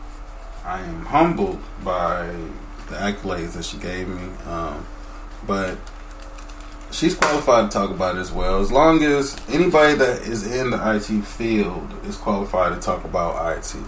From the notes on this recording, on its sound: We are a new podcast so I do apologize for the raw recordings.